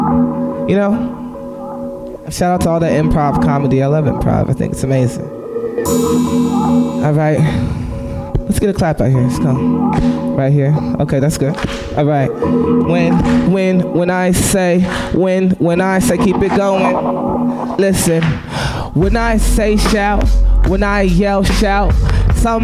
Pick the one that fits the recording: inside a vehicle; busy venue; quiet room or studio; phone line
busy venue